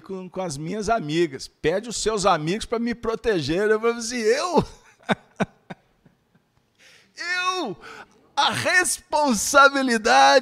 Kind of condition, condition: setting, live audience